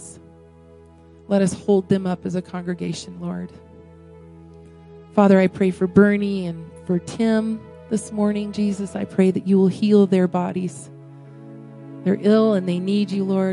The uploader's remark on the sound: Woodland Life Church Live